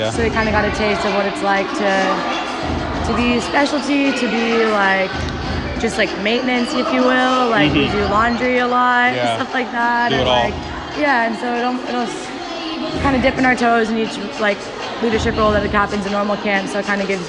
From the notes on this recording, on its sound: I'm live at Orange site for our last day of summer camp, and for PROM. Hear from participants and staff alike as I go around and collect perspectives and thoughts.